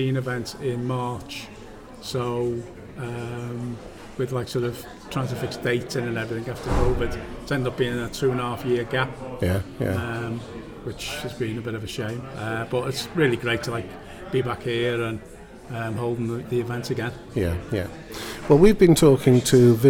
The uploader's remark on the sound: Live at the Liverpool Business Fair the team interview a number of visitors and exhibitors.